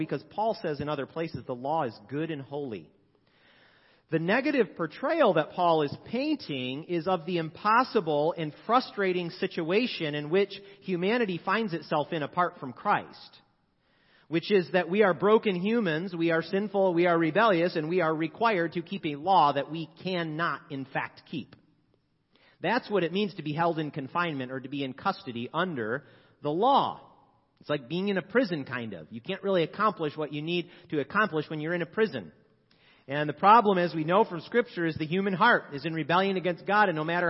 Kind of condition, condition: setting, large echoing room